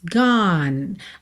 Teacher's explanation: você termina o som no N, tá? Não vai pro E